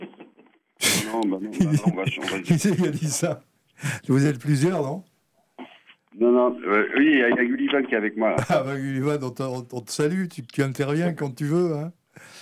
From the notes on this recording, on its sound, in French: En direct et sans filet ! Au Bistrot des copains. Avec une interview par téléphone.